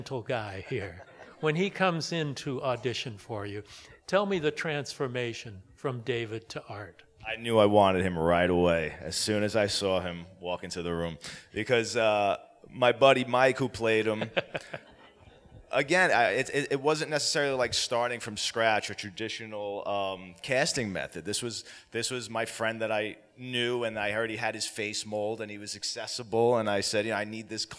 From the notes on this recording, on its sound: LIVE from the 2023 Days of the Dead horror festival in Los Angeles CA